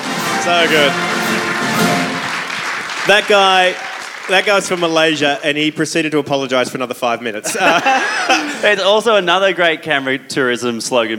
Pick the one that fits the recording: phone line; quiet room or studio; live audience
live audience